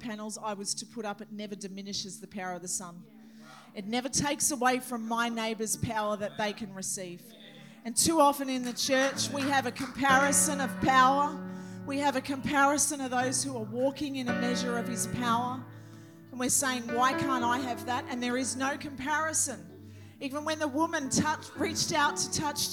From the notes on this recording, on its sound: This message was recorded on 08/10/2023 during the 10am Sunday service.